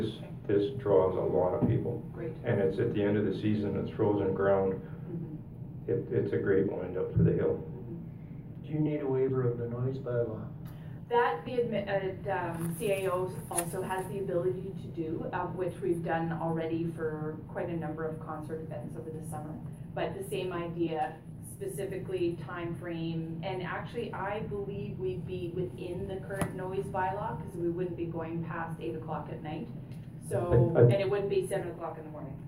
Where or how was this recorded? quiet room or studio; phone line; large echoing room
large echoing room